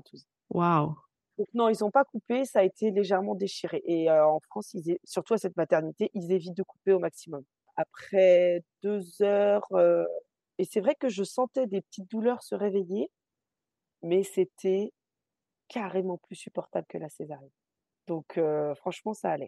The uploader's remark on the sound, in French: Cet épisode a été enregistré en distanciel